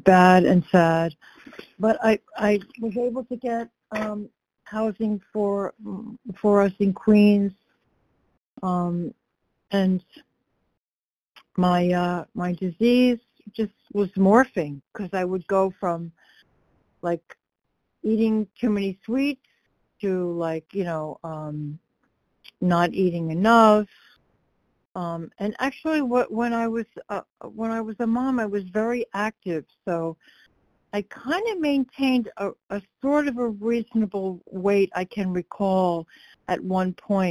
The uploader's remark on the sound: 100 Pounders Phone Meeting